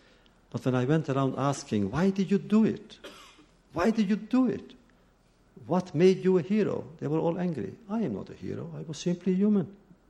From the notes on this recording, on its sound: In this audio podcast, recorded at the Academy of Achievement's 1996 Summit in Sun Valley, Idaho. Takes questions from the Academy's student delegates.